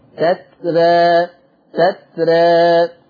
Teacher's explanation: يلزم من تقليل الألف المادية ترقيق الراء فتقرأ تترى، طبعا حفص بيفخم تترى لكن ورش هيقلل الألف تترى تترى هكذا.